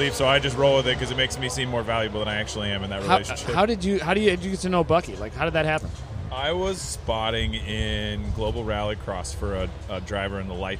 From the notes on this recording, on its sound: Late Saturday night at COTA, the #GRIDLIFE Staff hung out at the "Rally Ranch".